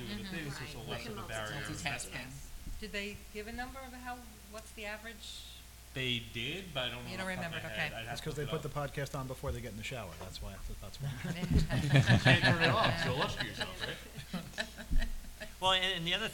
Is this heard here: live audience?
yes